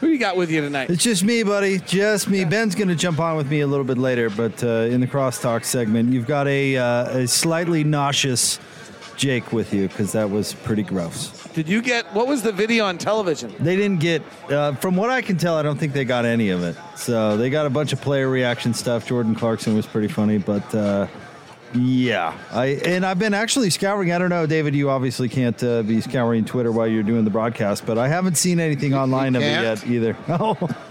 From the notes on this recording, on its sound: Courtside interview. Postgame press conference audio.